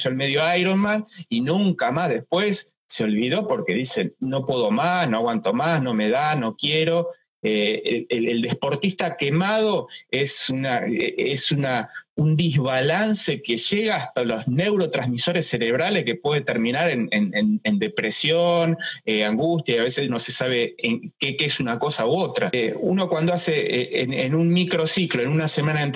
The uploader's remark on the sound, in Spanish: Charlamos en vivo por IGTV